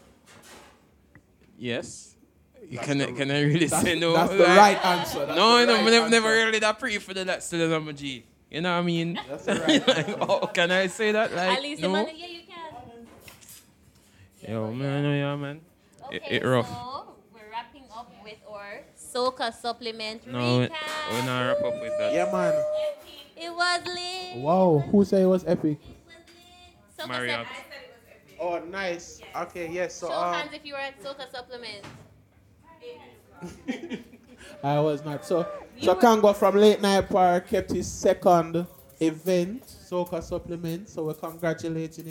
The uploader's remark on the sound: The Live version of The Late Night Par comes to a close at the end of summer! Thank you for Podding and eating with us at Marianna's Kitchen.